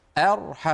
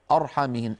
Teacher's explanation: من همزة مرققة إلى راء مفخمة · Shown in: first take